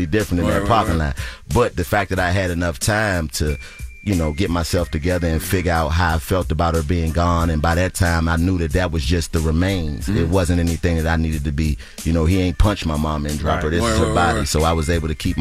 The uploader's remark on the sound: we opened the phone lines